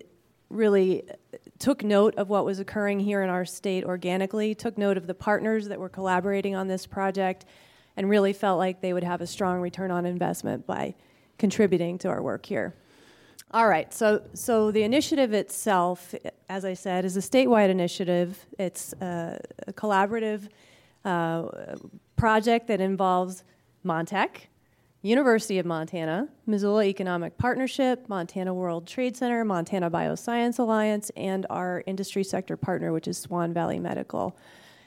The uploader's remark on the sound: This week’s episode was recorded live at the recent innovateUM conference. A New Angle recorded in front of a live audience for the first time, capturing two micro-panel conversations.